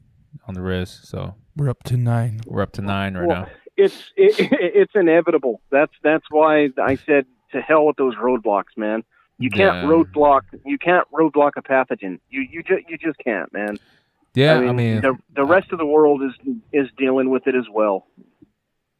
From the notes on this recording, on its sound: we take a call from a fan